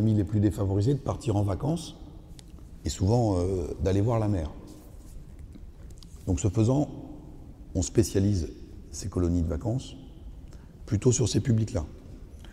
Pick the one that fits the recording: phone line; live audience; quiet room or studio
live audience